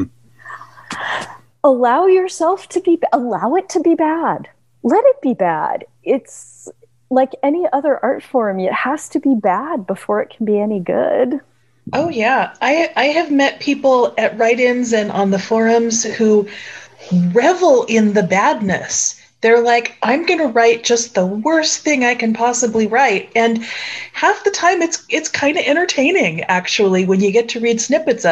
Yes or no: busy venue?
no